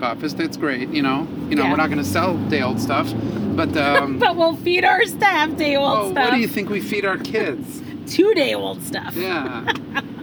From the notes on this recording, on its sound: Podcast in a Truck. In honor of purchasing our first delivery truck. Take it out on a joyride and record this week's podcast on our drive.